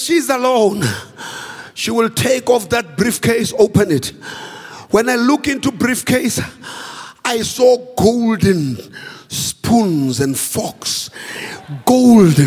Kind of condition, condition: setting, large echoing room